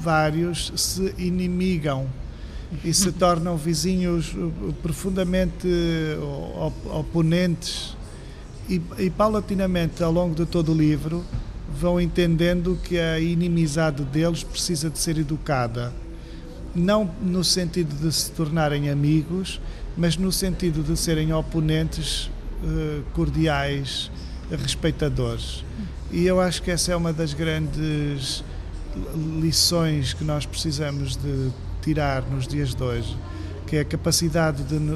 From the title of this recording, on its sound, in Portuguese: em direto do Festival Literário da Madeira